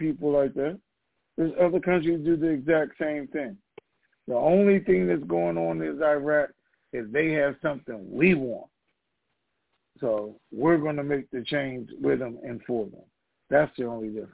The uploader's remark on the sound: Conference Call